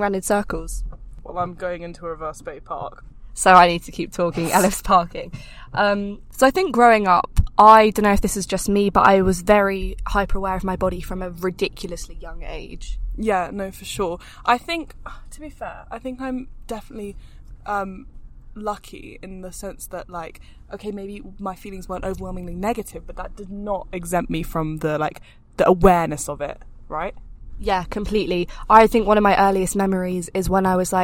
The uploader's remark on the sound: we are broadcasting straight from the car